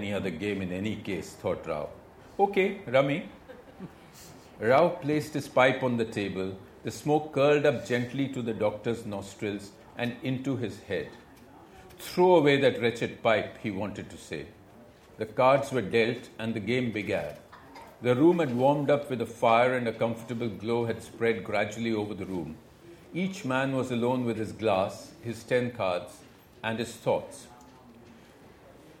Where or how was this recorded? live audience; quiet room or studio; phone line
live audience